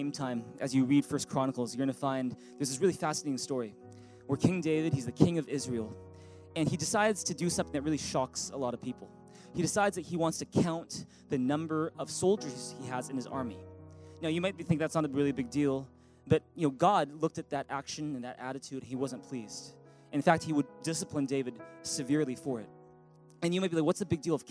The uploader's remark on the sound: Recorded on February 11, 2018 at THRIVE Church Vancouver, Canada